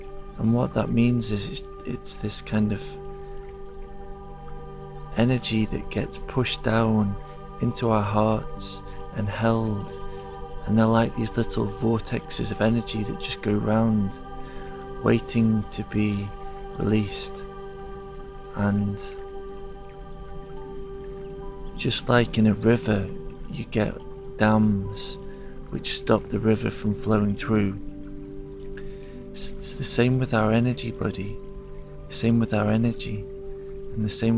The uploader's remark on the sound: It's recorded in the forest, so you will hear the sounds of nature. The soundtrack contains sound healing.